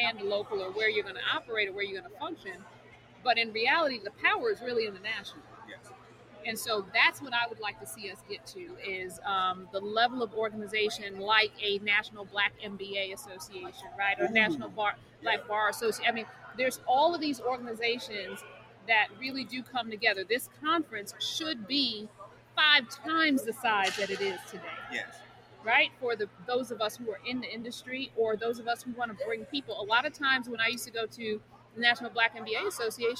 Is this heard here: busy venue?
yes